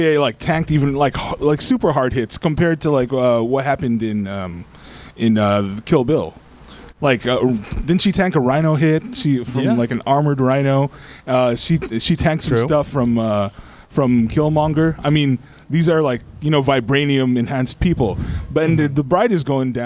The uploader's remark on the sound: We were LIVE at Backstreet Brewery for this week’s recording of the Offensive.